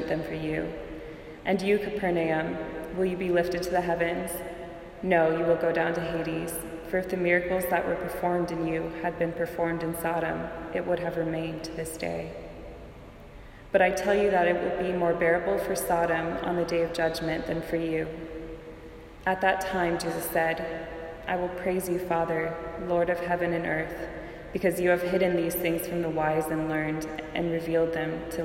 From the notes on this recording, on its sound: This audio is a recording of the International Church of Vilnius Morning Prayer service.